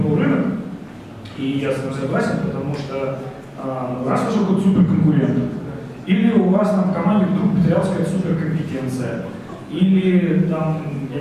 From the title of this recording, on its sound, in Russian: GameDev митап F2022 в Тбилиси 22.12.2022